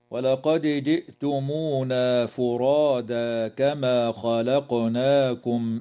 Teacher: تقلقل الدال في كلمة ولقد، وكذا القاف في كلمة خلقناكم